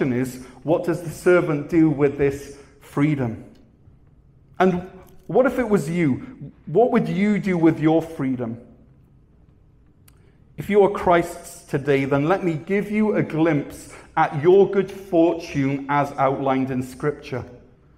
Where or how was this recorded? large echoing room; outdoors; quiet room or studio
large echoing room